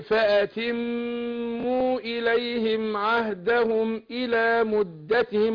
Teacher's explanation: الميم المشددة والنون المشددة بنديها غنة حركتين